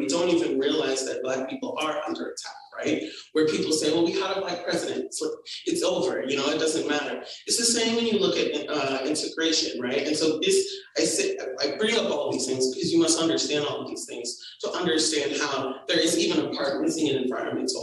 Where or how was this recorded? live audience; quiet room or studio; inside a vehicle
live audience